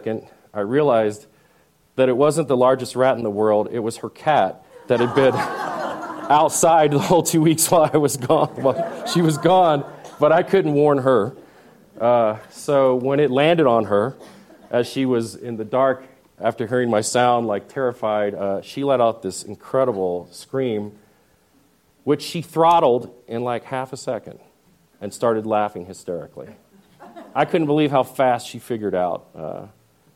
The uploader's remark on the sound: at the 2014 San Miguel Storytelling Festival